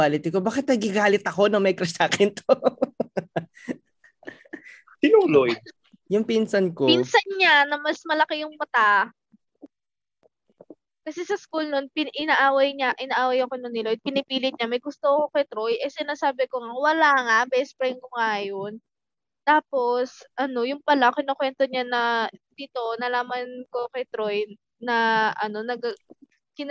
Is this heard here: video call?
yes